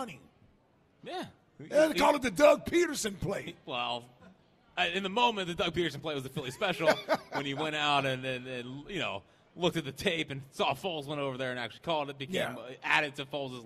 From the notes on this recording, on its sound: live from Chickies in South Philly